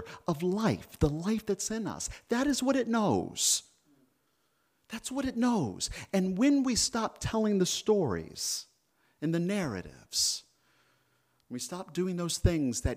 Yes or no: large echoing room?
yes